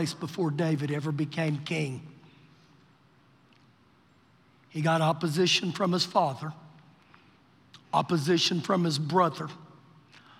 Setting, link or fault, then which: setting, large echoing room